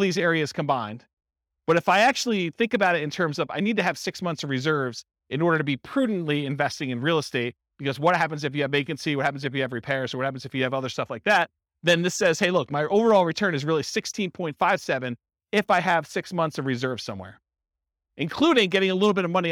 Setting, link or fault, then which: setting, live audience